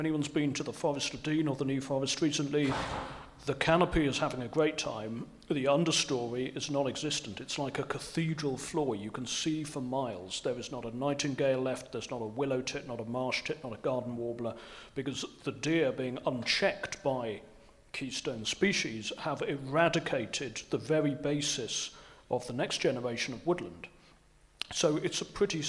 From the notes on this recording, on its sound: Cornwall Wildlife Trust’s panel discussion event, which took place on Wednesday 26th April 2023 at Heartlands, Pool